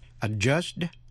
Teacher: Adjudged, đi thứ nhất, câm, không phát âm.